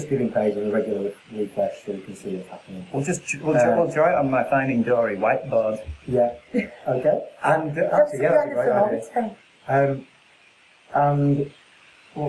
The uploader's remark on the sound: Navigates some sound issues. There’s absolutely no reason for it happening, but hopefully you can hear it enough!